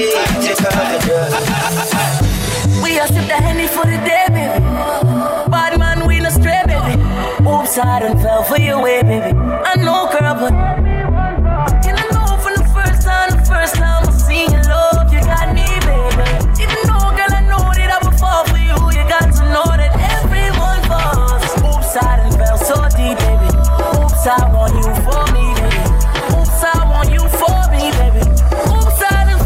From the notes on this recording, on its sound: LIVE AT LE NOCTURNE CHICAGO | THURSDAY NIGHT.